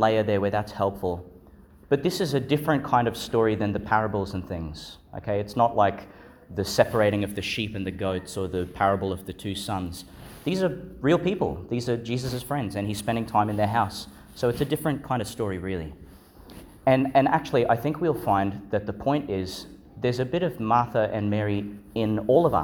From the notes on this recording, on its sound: Homily for Sixteenth Sunday in Ordinary Time, delivered in Our Lady Star of the Sea Church, Gladstone, Qld.